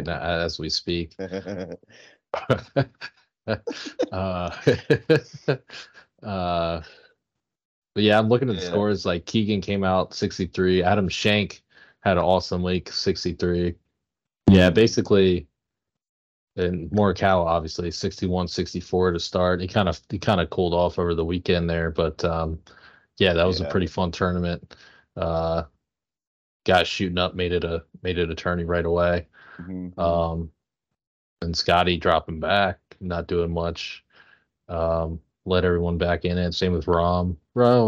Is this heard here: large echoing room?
no